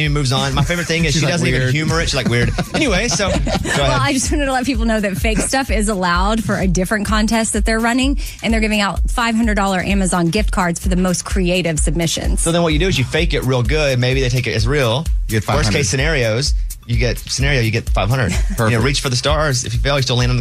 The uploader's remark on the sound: he called in to defend himself